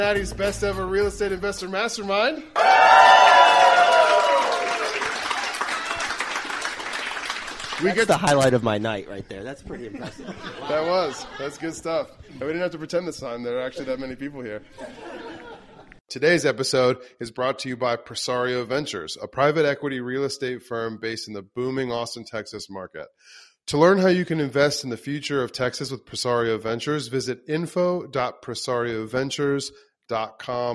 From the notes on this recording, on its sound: Cincinnati Meetup Podcast. Today’s episode is the audio from our September Cincinnati Meetup.